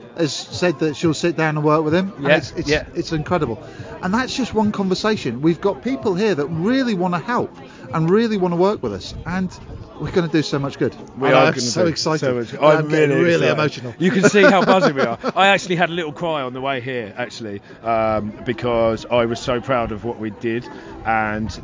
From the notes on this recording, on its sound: LIVE from our SONS OF ANXIETY LAUNCH PARTY. LIVE from our official launch party for our T-shirt brand.